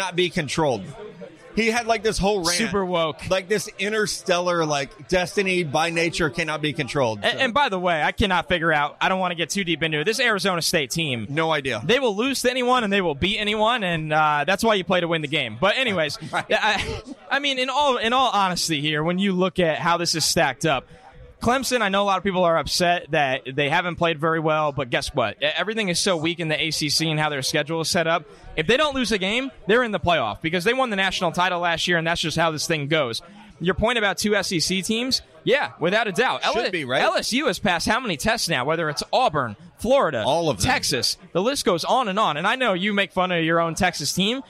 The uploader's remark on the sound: Live from London. Live from O'Neill's pub in London.